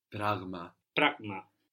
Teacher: The word for thing is πράγμα. So there we have the G from the throat, like in εγώ.